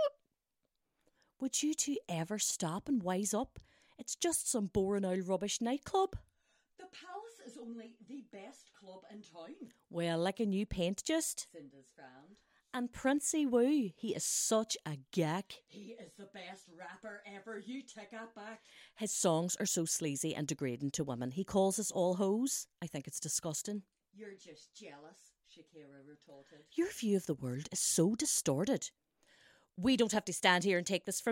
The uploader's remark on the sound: In this, our first (re-uploaded and better sounding) episode. I think 'technical issues' are the term used to explain the imperfections in the recording. The clips of the sketch are from our rehearsal before the recording - I somehow managed to not record that one...